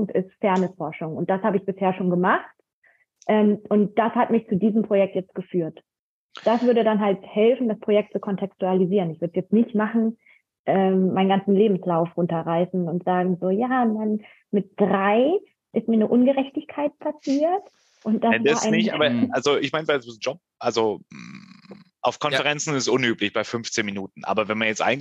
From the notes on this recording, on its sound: Die Folge wurde ausnahmsweise zu Hause via Zoom aufgenommen.